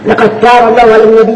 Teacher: سواء كان في كلمة أو في كلمتين تدغم الدال في التاء أدغام واحد